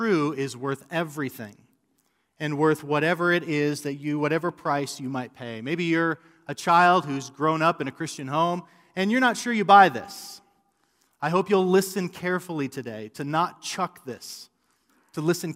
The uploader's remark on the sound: A sermon preached at RGC's mother church, South Canyon Baptist Church on 9-27-2020